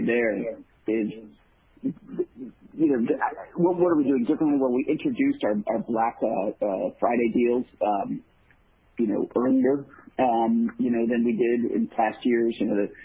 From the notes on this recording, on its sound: Q3 2020 Results Conference Call